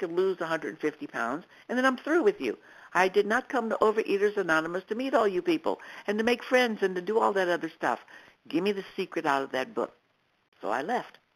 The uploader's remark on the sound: 100 Pounders Phone Meeting.